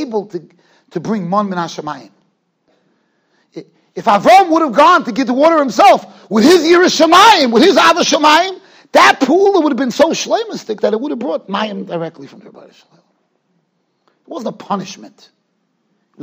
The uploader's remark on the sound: Shiur recorded in Yeshivas Ohr Reuven, Monsey, NY